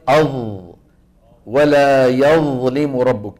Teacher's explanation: لاحظوا بارك الله فيكم، الحرف المطبق من حيث انحصار الصوت، ينحصر الصوت بالحرف المطبق بين اللسان والحنك